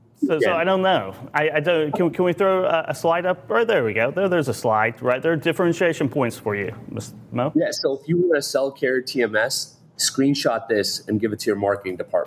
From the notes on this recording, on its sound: Live from the Enterprise Fleet Summit with Ryder and Zuum. Live at FreightWaves' Enterprise Fleet Summit.